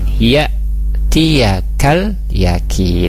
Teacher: Kemudian ya tiaga, ya di situ ada hamzah sukun, hati-hati hamzah itu dia punya sifat syiddah, tertahan suaranya, jadi tidak dipanjangkan seperti itu tapi ditahan